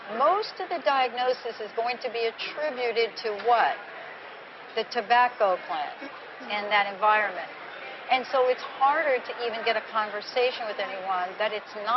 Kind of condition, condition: setting, busy venue